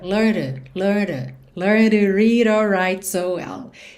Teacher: To ficou learned, learned, porque o ed learned não é pronunciado, o d é consoante oclusiva, pode aparecer mais, menos ou nada, e também já pode ligar no t do to, só que esse t do to foi reduzido para rarara.